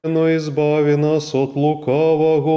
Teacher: Конечная синтагма интонационно отличается от всех остальных. На ней нет повышения, в ней есть вот такая ямка. «Но избави нас от лукавого».